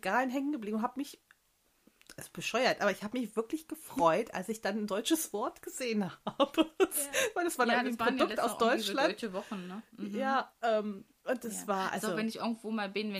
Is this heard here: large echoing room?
no